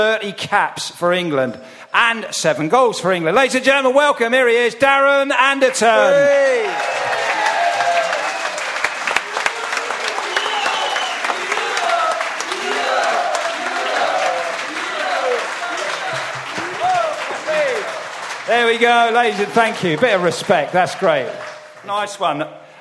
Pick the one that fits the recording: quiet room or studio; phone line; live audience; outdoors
live audience